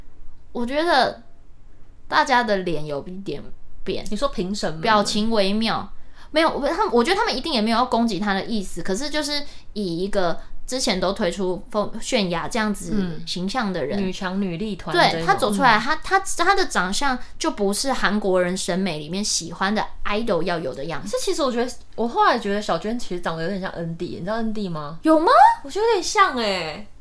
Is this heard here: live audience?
no